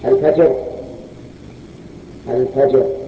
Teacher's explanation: فمثلا سلامه حتى مطلع الفجر، يقول الفجر الفجر، الجيم ساكن. عندما نقف ننقل حركة الراء إلى الجيم. · Term: نقل الحركة